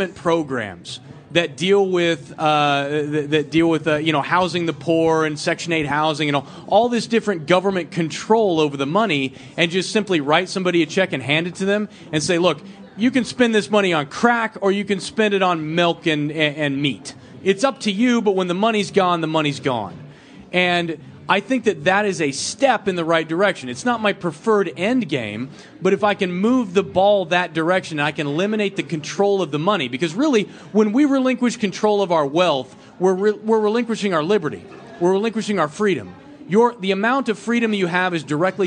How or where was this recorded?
live audience